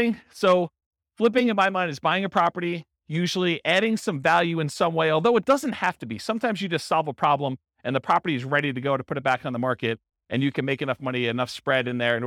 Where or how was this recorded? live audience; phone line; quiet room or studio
live audience